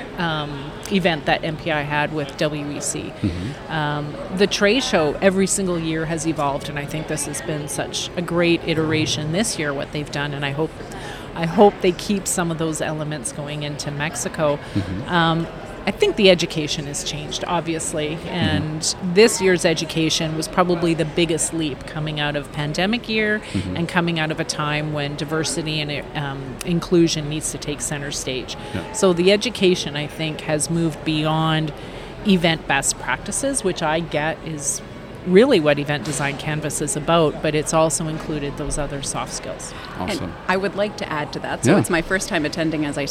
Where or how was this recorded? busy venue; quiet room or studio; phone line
busy venue